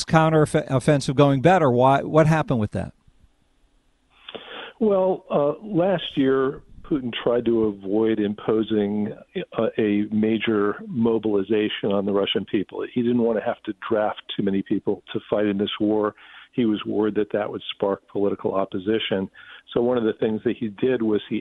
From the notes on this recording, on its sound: Then, we take phone calls.